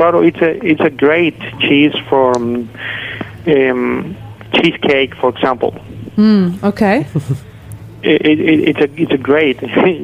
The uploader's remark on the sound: Joining via phone. On the phone.